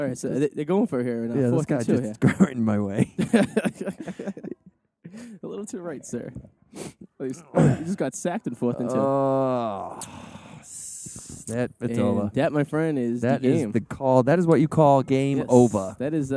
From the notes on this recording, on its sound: Live at the Revere Comfort Inn Lobby watching the Patriots Broncos AFC Championship live while recording. While there is screaming kids in the background.